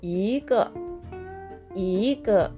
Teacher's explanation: 下から上へ、えー、ずり上がる音第2声に変化します